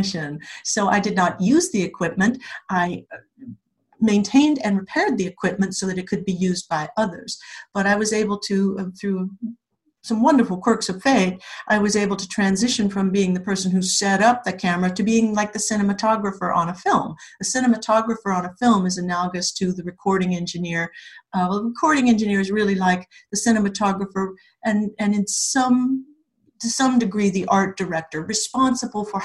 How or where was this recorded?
video call